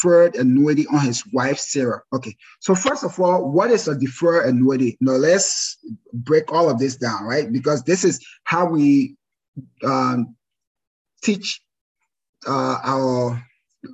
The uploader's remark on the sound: This is a recording of our first live webinar.